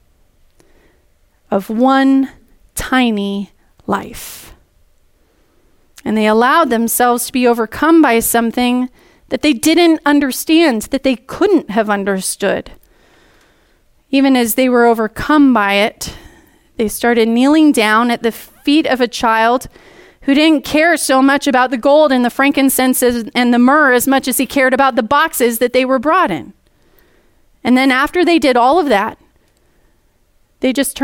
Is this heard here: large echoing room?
yes